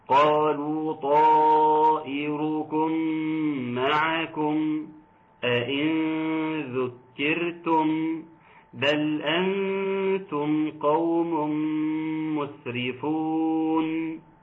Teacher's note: طائركم مد متصل واجب، يمد مقدار 4 حركات و5 حركات، احنا شغالين ب4.